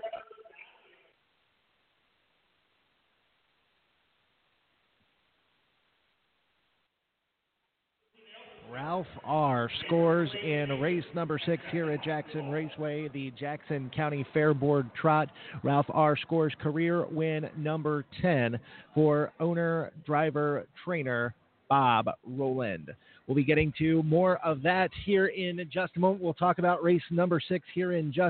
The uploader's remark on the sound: Live from Jackson Raceway! Is proud to announce its live remote schedule for Sunday’s (July 8) Jackson, Mich., Fairgrounds event.